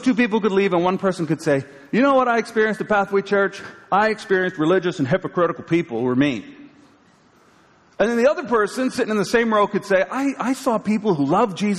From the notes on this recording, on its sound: live from Pathway Church, Peterborough, CA January 15, 2023